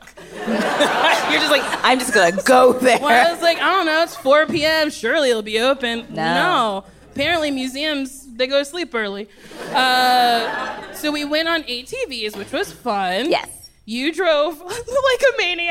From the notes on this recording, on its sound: Recorded live at the Largo at the Coronet.